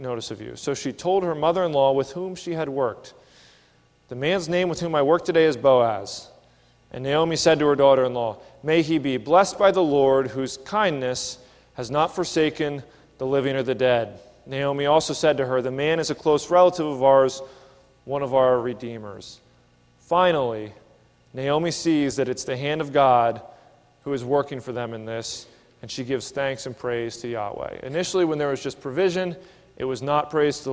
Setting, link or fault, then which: setting, large echoing room